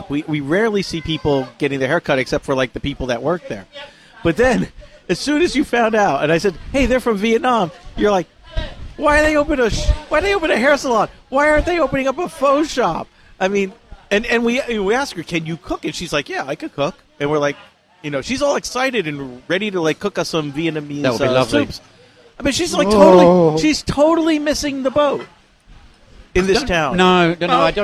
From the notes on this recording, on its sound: BBQ remote show. This episode was recorded from Shantou Lo's BBQ in the Doumen District of Zhuhai.